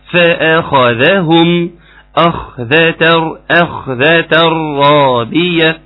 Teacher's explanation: نرقق الفاء ونرقق الآ وبعدين نفخم الخاء